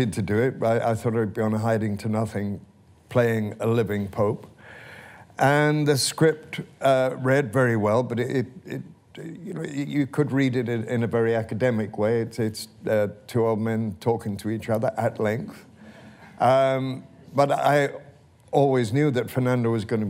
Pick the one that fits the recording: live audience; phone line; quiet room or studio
live audience